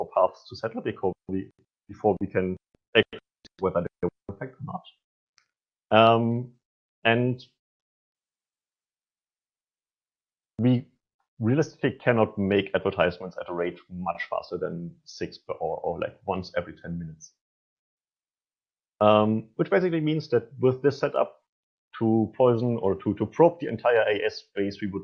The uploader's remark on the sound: This is the recording of a virtual NOG meeting held at April 9th 2021.